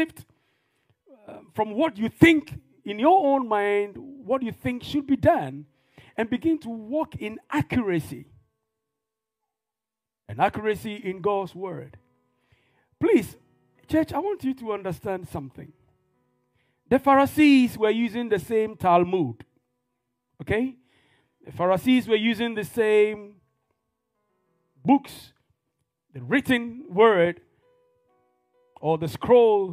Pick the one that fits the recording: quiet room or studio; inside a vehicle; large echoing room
large echoing room